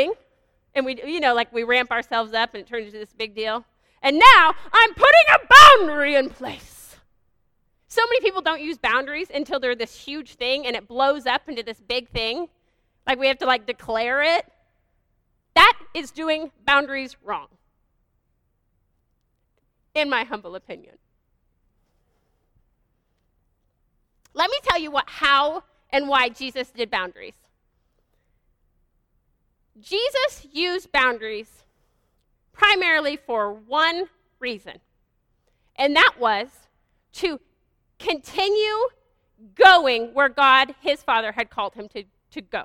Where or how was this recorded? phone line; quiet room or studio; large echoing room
large echoing room